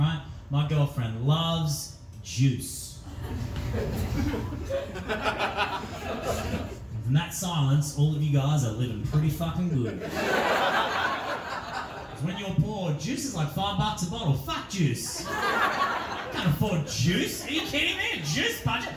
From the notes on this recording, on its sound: This was record as part of my live show Backfired earlier this year.